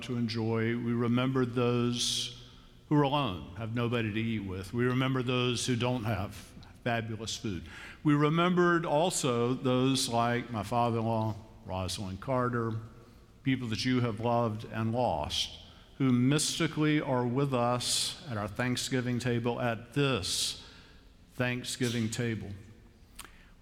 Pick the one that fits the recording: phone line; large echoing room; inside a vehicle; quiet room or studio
large echoing room